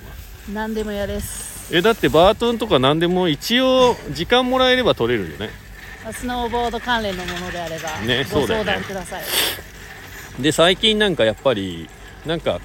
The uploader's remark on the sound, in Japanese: 本日、白馬八方スキー場からの白馬４７スキー場で滑り終了後 車の中から。